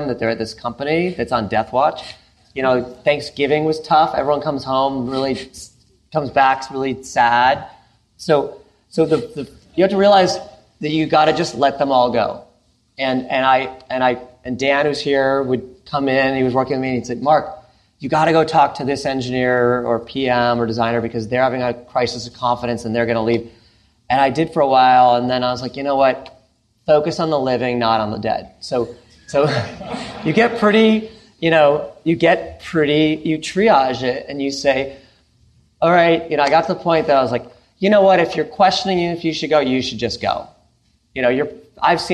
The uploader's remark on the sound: This encore episode is a recording of a special event. In San Francisco in front of a live audience of portfolio founders, friends of the firm, and LPs.